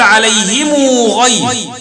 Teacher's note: تضغط على الضمة فتتولد واو، فتقول عليهم غير، مثل الصلة الصغرى. · إشباع ضم الميم بحيث يتولد حرف مد وهو الواو المدية المتولدة عن الضم